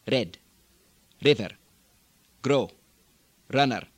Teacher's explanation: R, R, not a rolled R like Scottish or Russian does, but a single tapped R where the tongue hits almost with a D.